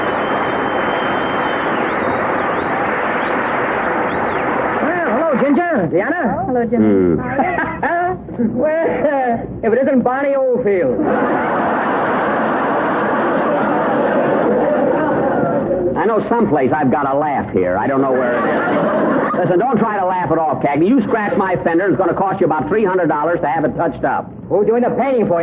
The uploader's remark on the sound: Audio isn’t so good.